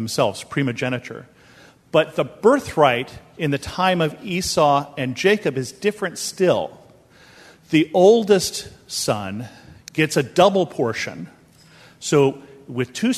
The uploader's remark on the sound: This episode is a sermon that I preached at Bethel Lutheran Church in Cupertino, California.